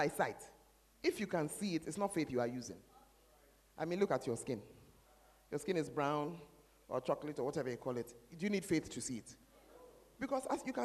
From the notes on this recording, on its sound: Preached At The Fountain Of Life Cathedral